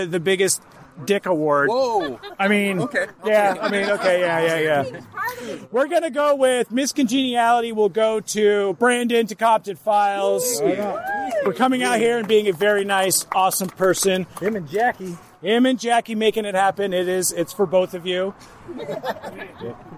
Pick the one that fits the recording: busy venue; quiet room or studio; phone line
busy venue